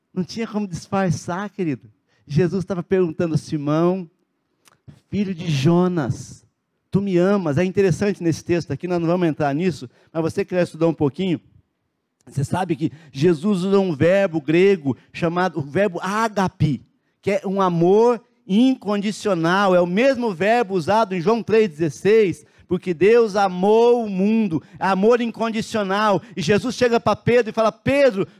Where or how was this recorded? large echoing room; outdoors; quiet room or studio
large echoing room